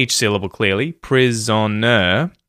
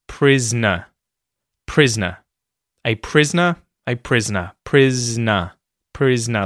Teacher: I would say, I can say each syllable clearly, prisoner, but when I speak normally, I actually reduce this to just prisoner, prisoner, a prisoner, a prisoner, prisoner, prisoner. So, the O there just sort of disappears and that syllable disappears · Shown in: second take